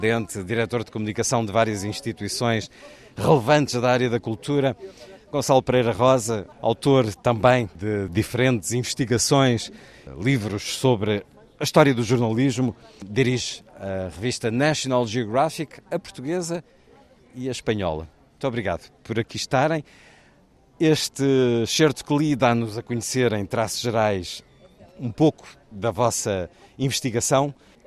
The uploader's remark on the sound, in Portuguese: Hoje na Festa do Livro em Belém